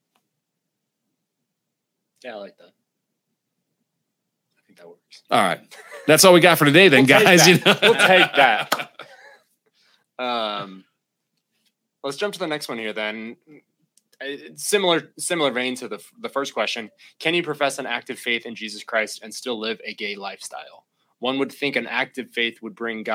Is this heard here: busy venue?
no